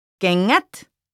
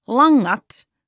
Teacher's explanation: ng, like in sang or ringing, which is a little bit of a nasal sound